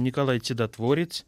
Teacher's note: Это говор, в котором нет «ц» и «ч», как в литературном языке, а есть только один мягкий «ц»